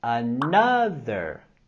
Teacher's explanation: Con la palabra another, queremos subir la voz, entonación en la segunda sílaba. Another. Tenemos los sonidos vocálicos en la palabra another, también con el sonido TH sonoro.